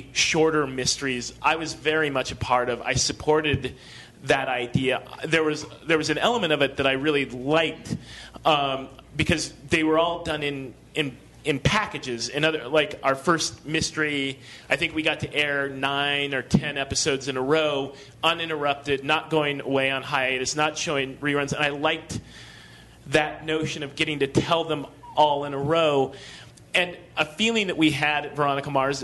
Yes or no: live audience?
yes